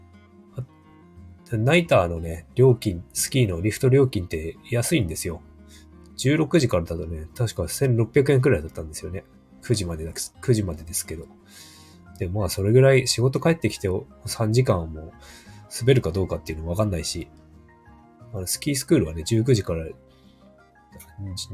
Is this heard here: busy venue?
no